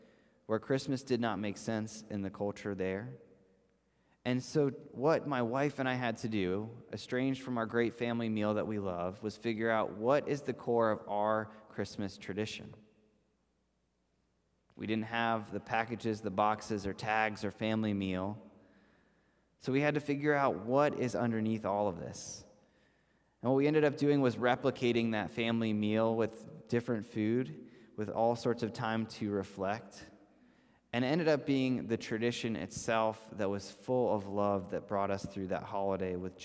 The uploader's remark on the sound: This message was first preached on December 5th 2021 at Linglestown Life Church in Harrisburg PA.